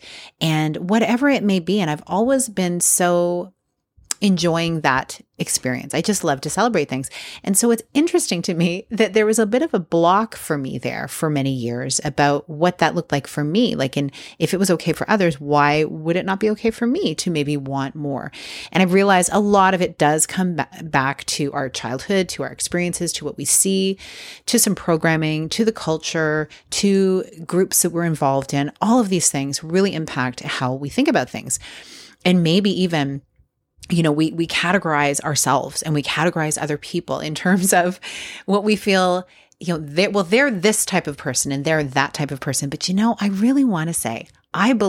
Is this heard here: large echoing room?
no